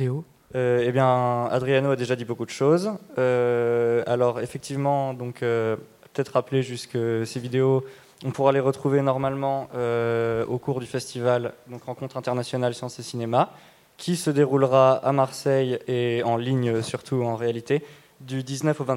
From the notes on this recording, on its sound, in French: Emission réalisée en direct depuis le Load de l'école des Beaux Arts de Luminy à l'occasion des Journées Portes Ouvertes 2021